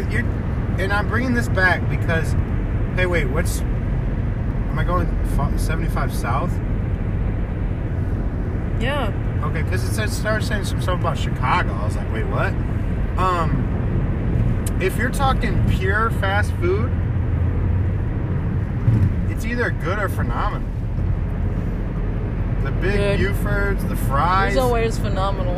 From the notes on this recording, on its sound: While recording this we were driving home from Pontiac,Michigan